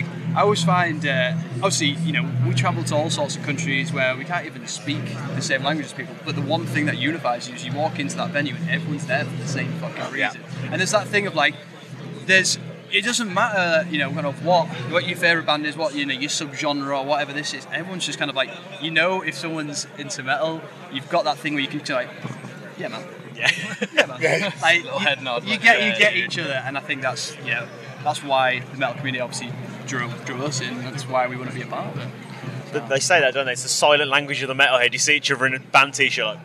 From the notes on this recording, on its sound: Live from Bloodstock 2023.